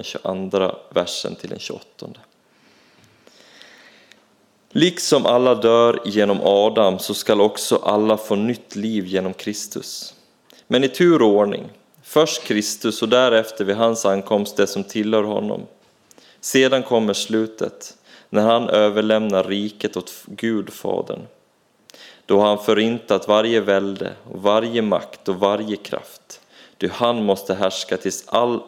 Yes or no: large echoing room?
yes